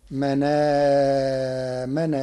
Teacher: قرأ ورش كلمة من آمن بنقل حركة الهمز إلى الساكن قبله فتصير منامن بالله للتخفيف